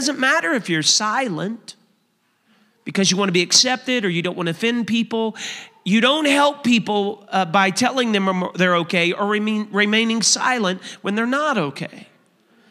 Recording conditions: large echoing room